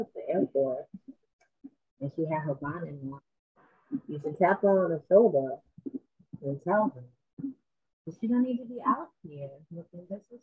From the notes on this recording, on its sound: Please forgive the sound issue in the episode!